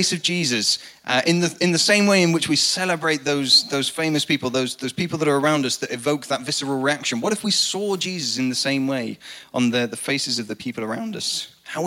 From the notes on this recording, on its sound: Recorded live at the Chesterfield Campus. The message from the evening service.